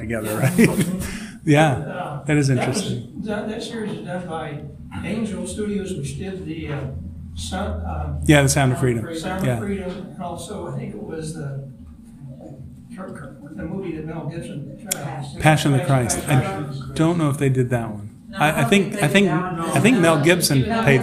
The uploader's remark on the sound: This episode was recorded live at Holy Trinity Lutheran Church in Rogers, AR.